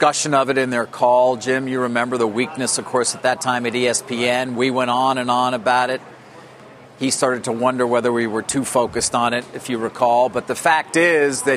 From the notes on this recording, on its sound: live from the Air Force Academy in Colorado